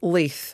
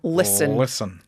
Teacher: So if you're saying a word like my name, Leith, you're going to have the tip of your tongue on your alveolar ridge and the back of your tongue down. But if we're going for a northern accent, I'm going to go for a dark L with that. So it's going to have the back of your tongue up.